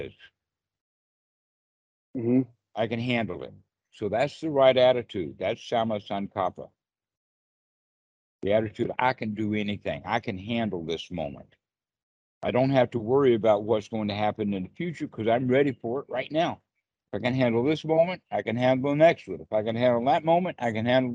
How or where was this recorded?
video call